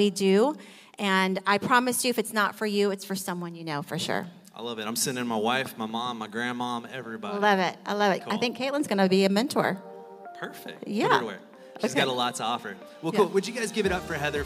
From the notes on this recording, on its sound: Live recording